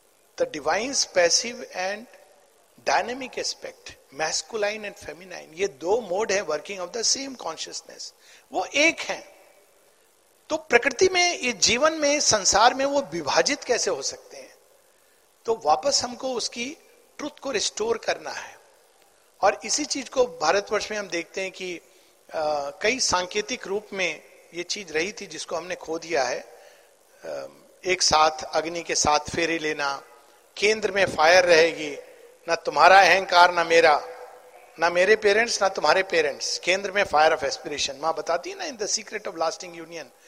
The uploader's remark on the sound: At the Fist National Sri Aurobindo Mahila Pathachakra Conference (Dec 2022).